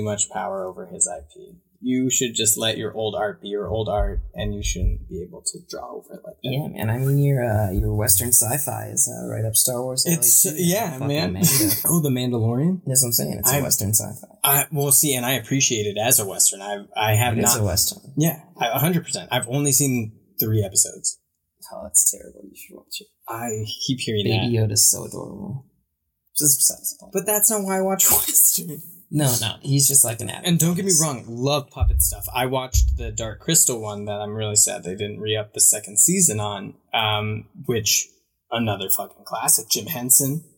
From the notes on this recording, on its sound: Please excuse the poor audio editing.